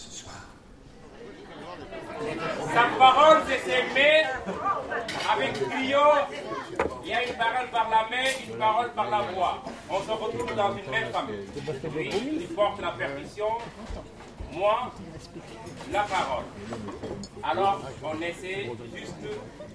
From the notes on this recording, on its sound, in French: 18ème Festival Interculturel du Conte - Ile de Vassivière. Un medley festivalier conté à écouter de préférence au casque et les yeux fermés.